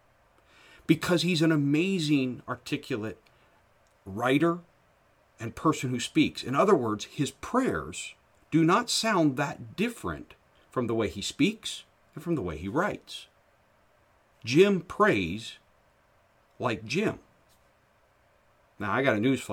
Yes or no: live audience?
no